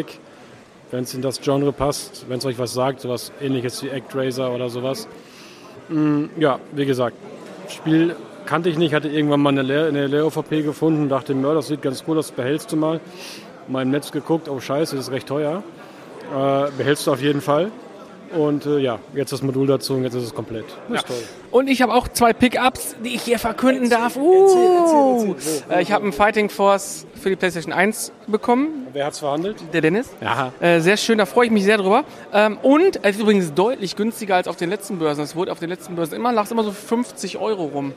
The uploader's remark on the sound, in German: Wir sind mit einem Stand und einem Micro bewaffnet auf der dritten Days of Retrogaming Retröbörse in der Kampfkunstakademie Herten und berichten Live in zeitlich verschiedenen Abschnitten über das was so los ist.